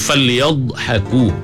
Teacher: Kemudian falyadhaku, buat jaga jangan sampai jadi beranak, jadi qalqalah. Falyadh salah, pasal dha bukan qalqalah. Pegang. Falyadhaku.